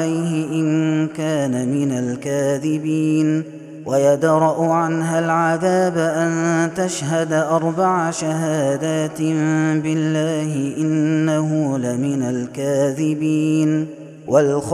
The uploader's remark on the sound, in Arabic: هذا التسجيل من صلاة التراويح